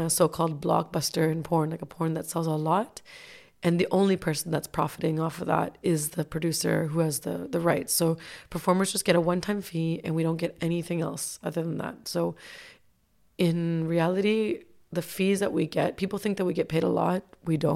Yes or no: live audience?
no